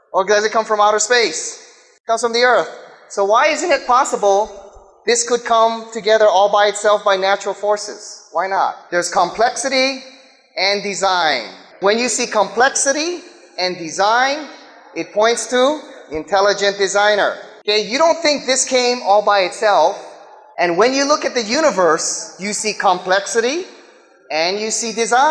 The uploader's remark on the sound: speaks in front of a live audience